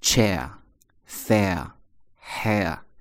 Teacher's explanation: 那英国人读的时候不卷舌头 · 那如果英国人读的时候呢不会卷舌头